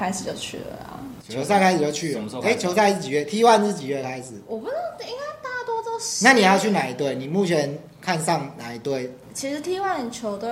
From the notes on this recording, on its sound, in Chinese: 目前錄音器材有點陽春，錄音品質請見諒！